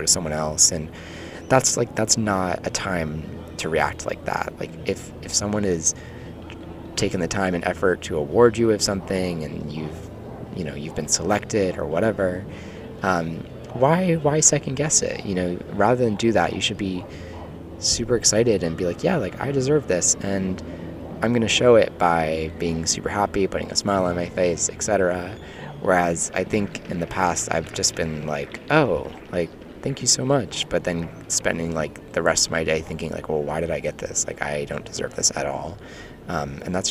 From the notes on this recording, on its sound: We're live from Prospect Park baby !